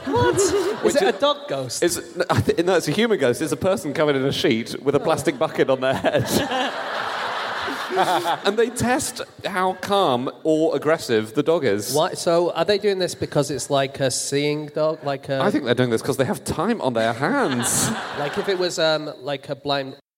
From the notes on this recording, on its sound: Live from Perth